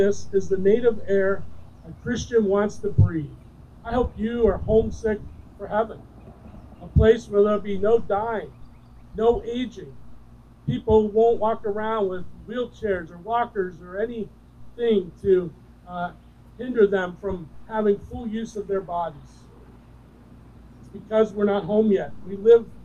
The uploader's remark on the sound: Recorded During an Outdoor Service